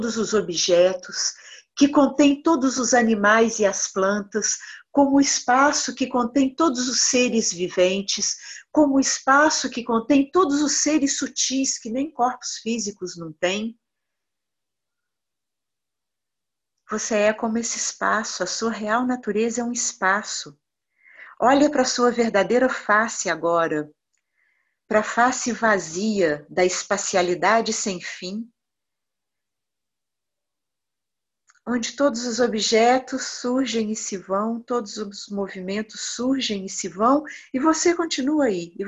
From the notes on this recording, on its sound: Online via Zoom